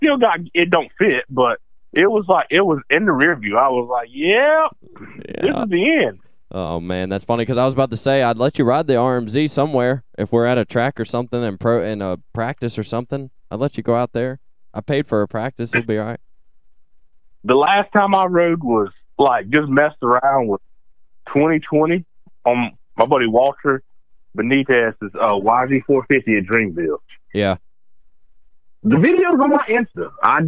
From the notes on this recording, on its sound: We will have a call in from up-and-coming amateur racer from the North Carolina area. We will have a call-in from 250SX East, another local NC native.